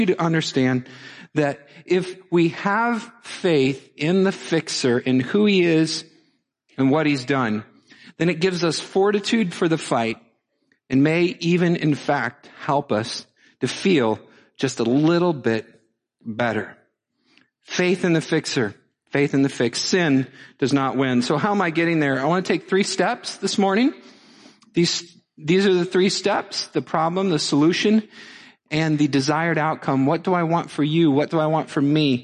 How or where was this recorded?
large echoing room